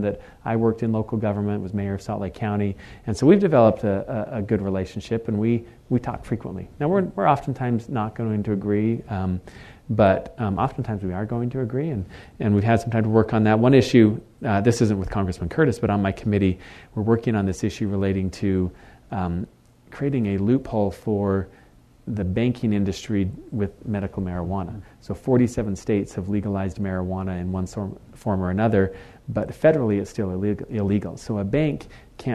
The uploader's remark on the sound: In front of an audience at KSL Broadcast House.